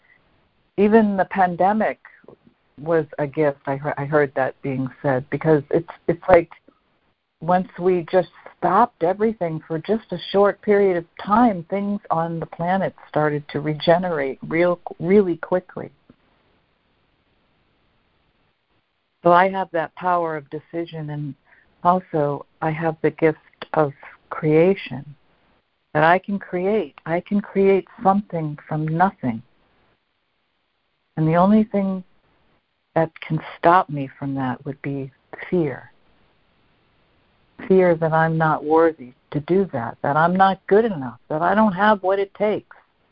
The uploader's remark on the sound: ACIM Daily Conference Call